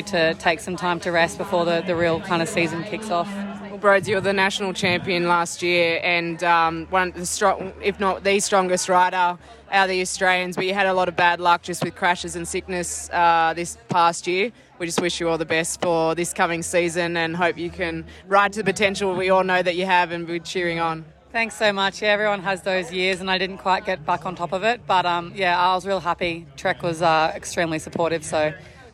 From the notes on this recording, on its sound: We're live from Hilton Adelaide again for Stage 4 of the Tour Down Under.